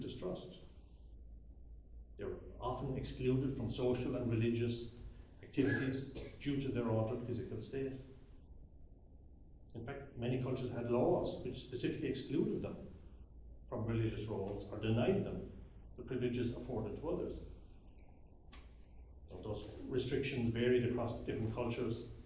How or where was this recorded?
large echoing room